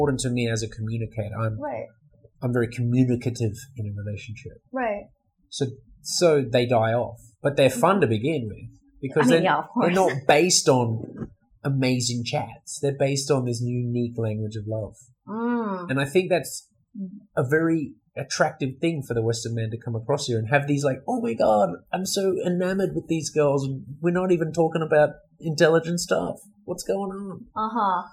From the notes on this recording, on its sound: The audio and camera tech issues we experienced in this episode, unfortunately our studio microphones were not working at that time, and we also had a faulty camera.